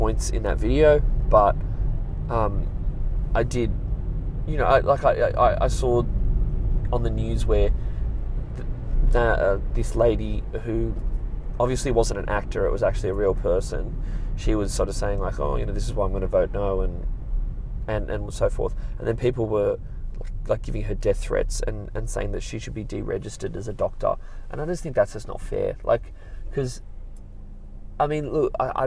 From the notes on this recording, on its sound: I'm back in the car